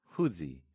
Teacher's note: They don't have F. They use the bilabial fricative.